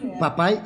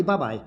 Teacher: Enquanto que o P é surdo, o B é sonoro